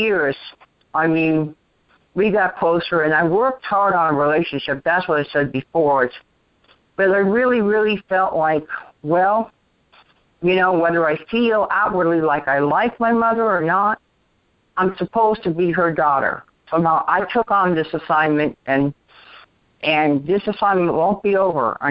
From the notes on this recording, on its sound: ACIM Daily TEXT Conference Call